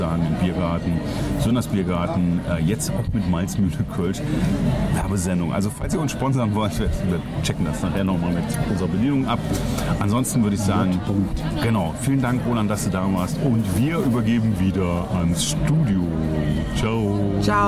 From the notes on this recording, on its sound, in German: On the road mit Gewinnertypen. Live und in Farbe in Köln-Kalk unterwegs.